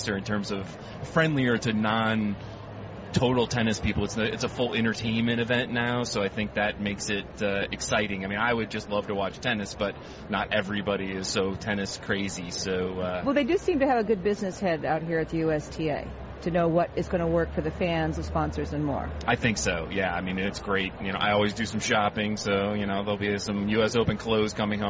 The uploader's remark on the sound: Live from the 2016 US Tennis Open.